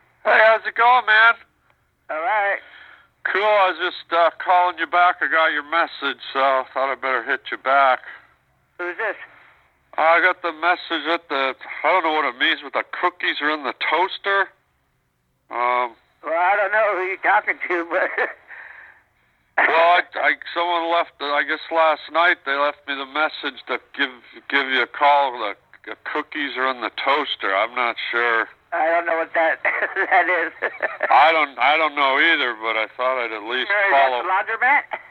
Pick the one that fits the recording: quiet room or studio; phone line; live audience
phone line